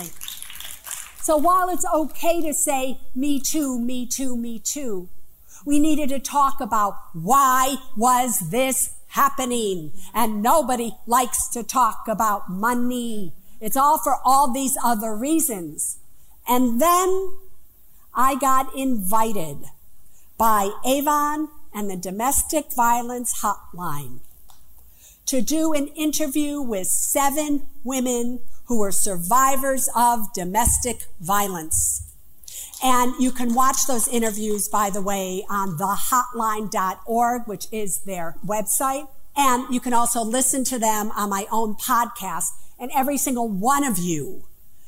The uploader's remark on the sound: Appearance at the legendary Apollo Theater in Harlem, NY, as part of the Women of The World Festival on March 16, 2019.